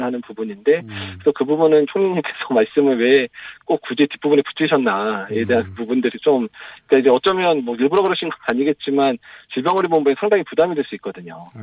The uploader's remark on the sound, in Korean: 전화연결